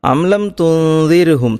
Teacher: ആ രണ്ട് സുക്കൂനുള്ള നൂനുകളെയും അവ്യക്തമാക്കി ഓതുന്നതോടൊപ്പം മണിച്ചുകൊണ്ട് ഓതണം · Term: ഇഹ്ഫാ